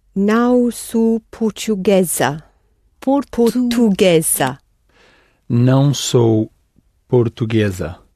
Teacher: But the S between two vowels sounds z.